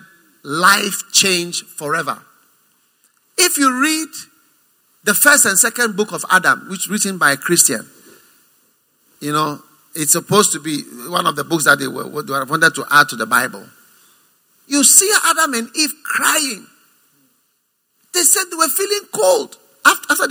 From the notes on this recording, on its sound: Preached at the First Love Center, Accra.